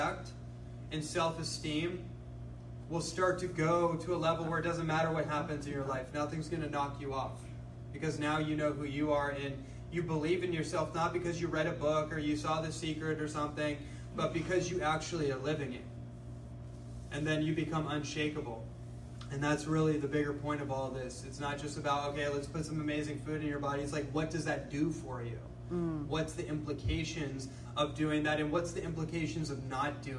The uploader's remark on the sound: Live Lecture.